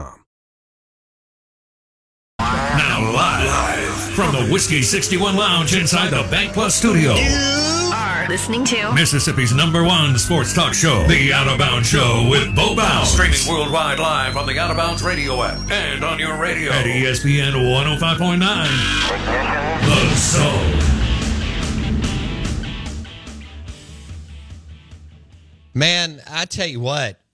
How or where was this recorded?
phone line